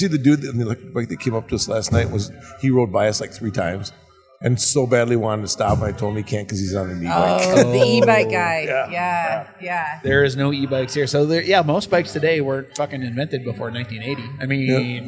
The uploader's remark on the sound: Live from Limestone Brewery at May Day Mayhem in Osage, IA